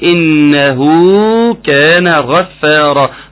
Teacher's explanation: مد صله يمد بمقدار حركتين